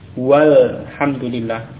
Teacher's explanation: Hamzahnya pada alif lam tidak diucapkan ya. Wawu langsung ke lam. · Term: hamzah wasal